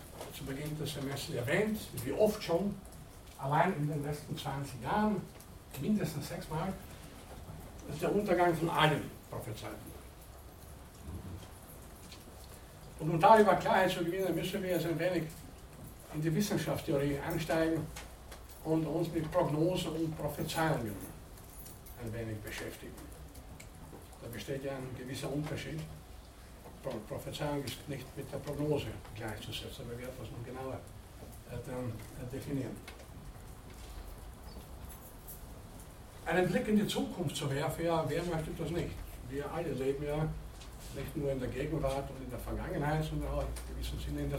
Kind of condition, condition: setting, large echoing room